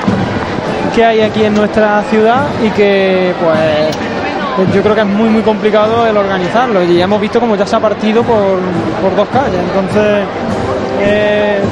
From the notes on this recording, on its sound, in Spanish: Jesús del Perdón, cubierto con plástico, mediada Bernabé Soriano con público ocupando las calles.